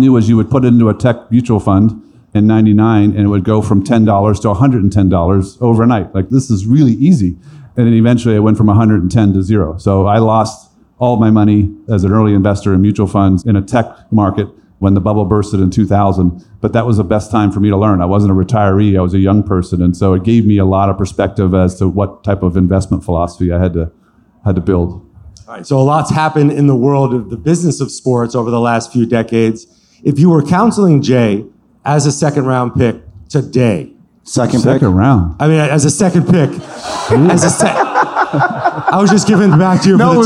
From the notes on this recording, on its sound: Live from the Future Proof Wealth Festival